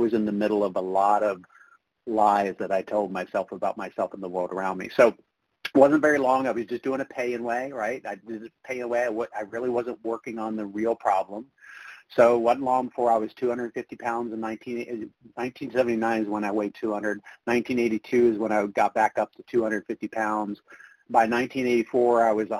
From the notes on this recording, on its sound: from the 100 Pounders Phone Meeting